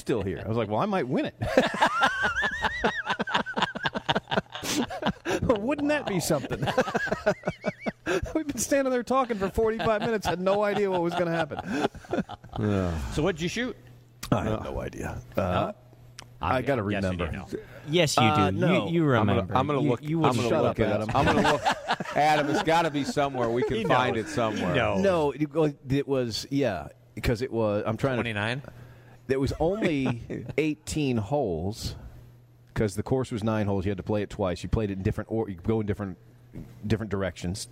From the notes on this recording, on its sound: LIVE from the Dogwood Club championship in Austell, Georgia